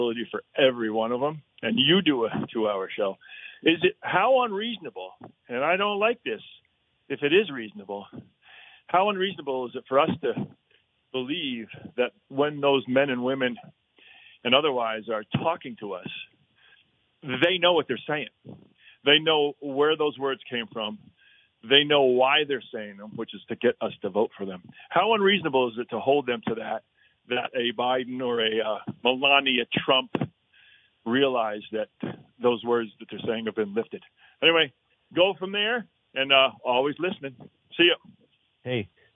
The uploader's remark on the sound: Calls from the Audience. Takes your phone calls!